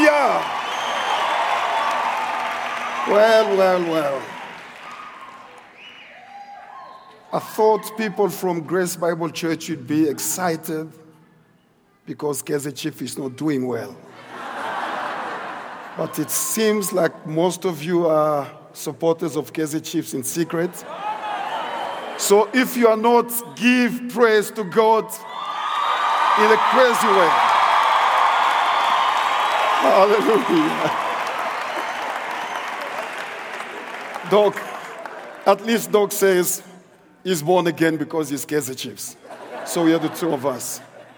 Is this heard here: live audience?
yes